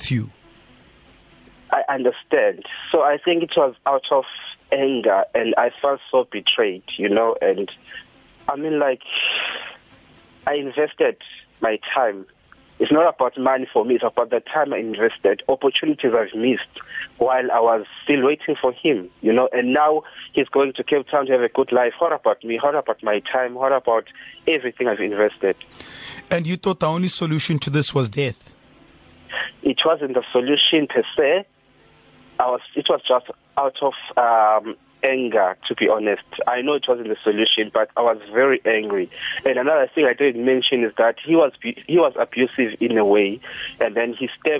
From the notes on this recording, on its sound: We Took A Call From A Listener Who Wanted To Remain Anonymous. Phoner.